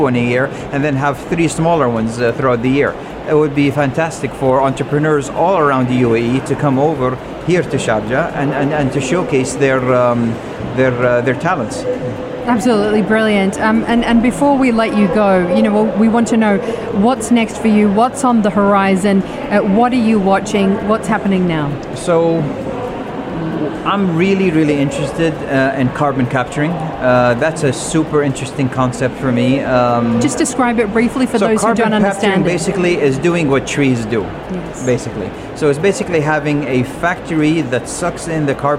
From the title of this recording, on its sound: at the Sharjah Entrepreneurship Festival (26.11.2019)